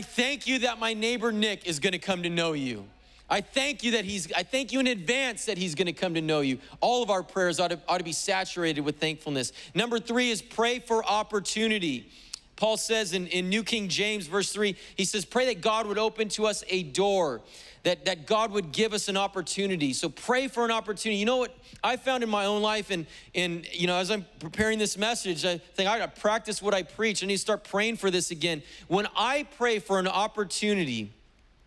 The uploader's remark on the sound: was preached on July 18th at the 11:30AM service